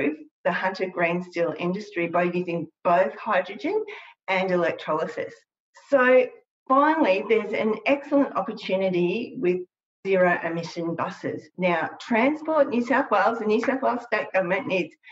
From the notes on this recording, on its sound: Climactic has adapted the event to audio, by shortening and producing the webinar recording into a version you can enjoy over headphones.